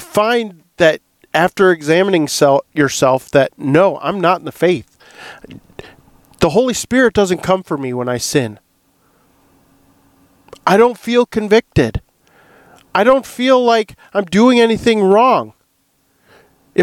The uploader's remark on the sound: In this episode I do a Faith Friday episode in the truck.